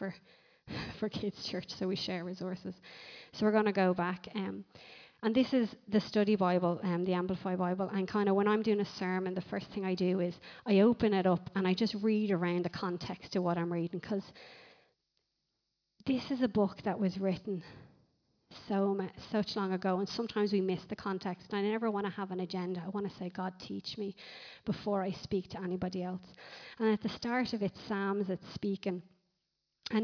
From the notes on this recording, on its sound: Recorded live at Liberty Church on 31st March 2019